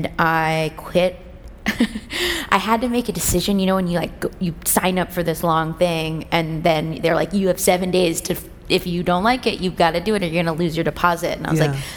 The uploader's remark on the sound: LIVE on the TED Conference stage